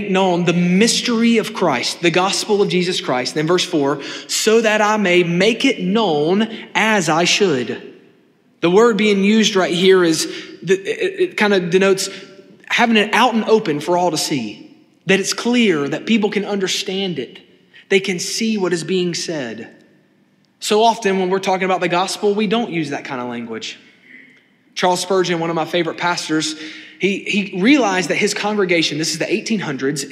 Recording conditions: large echoing room